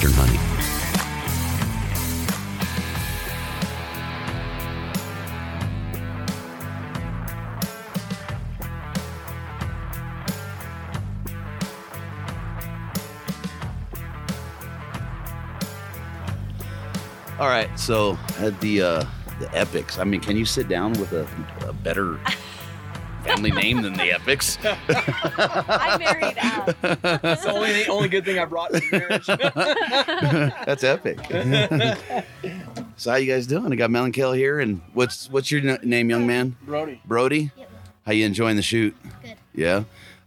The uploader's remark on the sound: Mountain Archery Fest Live episode